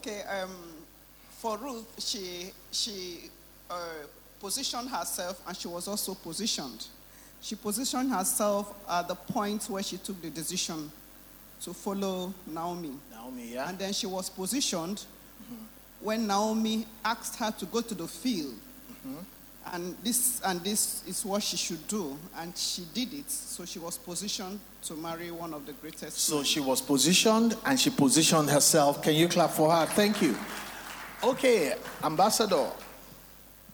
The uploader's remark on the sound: Recorded LIVE at our MidWeek Interactive Service on Jan 17, 2024.